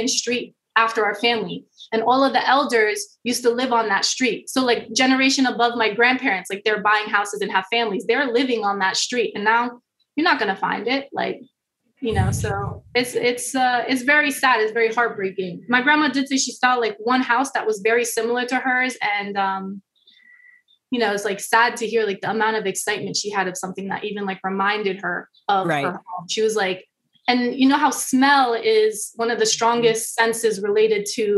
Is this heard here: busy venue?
no